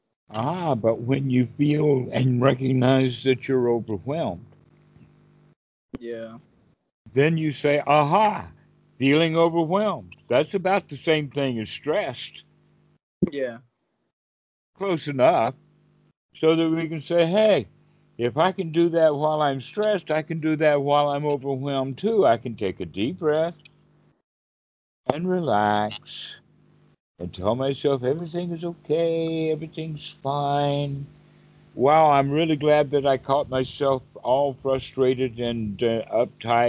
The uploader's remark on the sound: skype calls on this channel